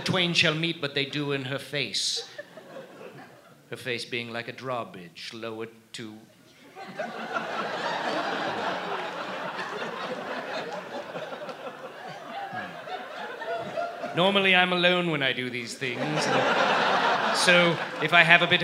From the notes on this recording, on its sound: A special traveling edition of The Dead Authors Podcast. Recorded Live at The Bumbershoot Festival in Seattle, WA.